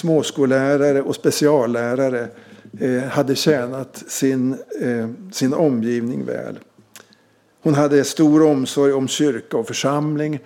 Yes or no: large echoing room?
yes